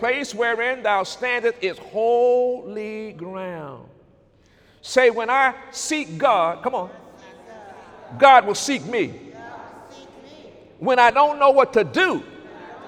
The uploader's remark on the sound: During Sunday morning service